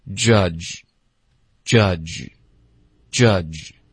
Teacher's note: 有一个 G 的这个音就够了，不要有一个 U